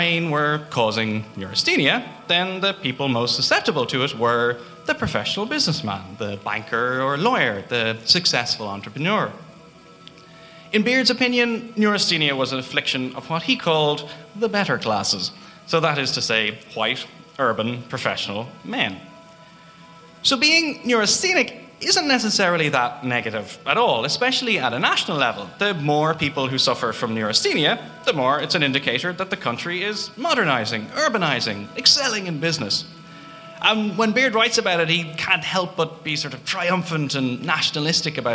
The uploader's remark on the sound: WTTE Live at Liberty Hall. A recording of September's live show for the Dublin Podcast Festival. Featuring live music.